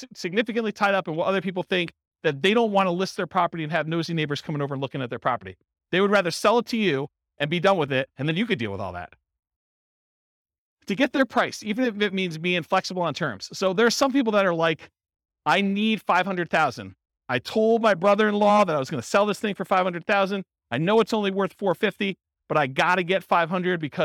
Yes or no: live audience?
yes